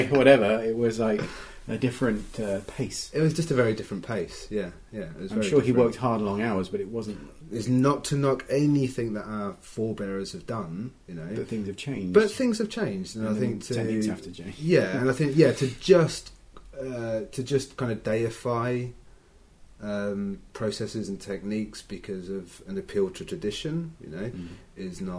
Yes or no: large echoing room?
no